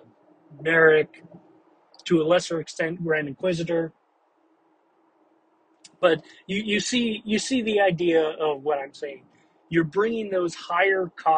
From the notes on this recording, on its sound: Thoughts from the car.